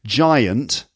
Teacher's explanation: that's an example of a triphthong being flattened